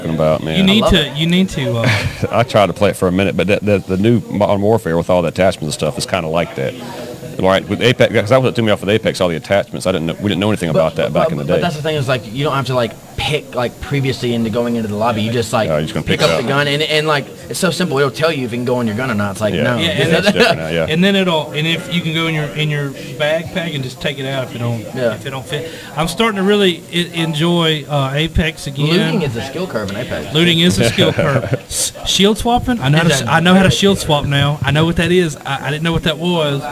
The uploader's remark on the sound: LIVE* MS Comic Con 23